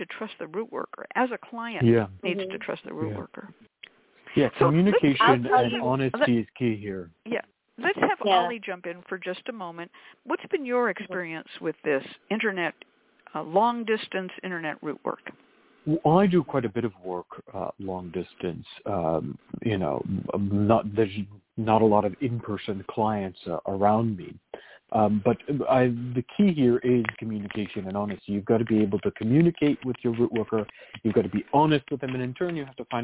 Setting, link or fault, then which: link, phone line